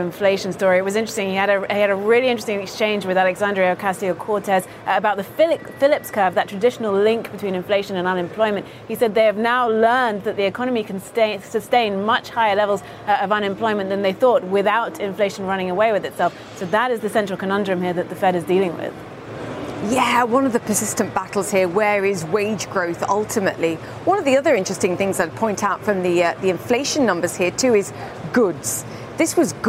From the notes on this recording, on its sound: live from the New York Stock Exchange.